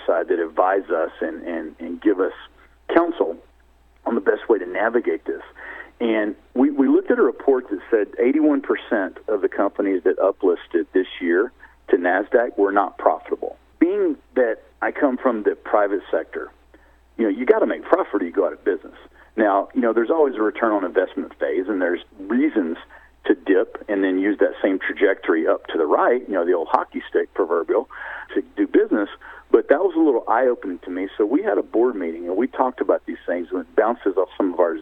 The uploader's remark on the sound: called in to SmallCapVoice